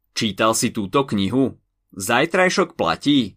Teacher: opytovacie vety, ktoré si vyžadujú odpoveď áno alebo nie, majú stúpavú melódiu, tzv. antikadenciu. Takže hlas nám ku koncu vety stúpa.